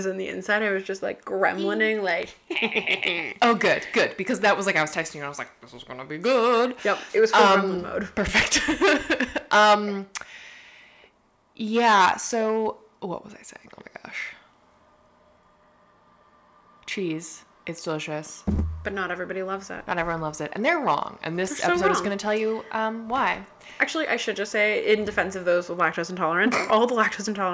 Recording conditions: background noise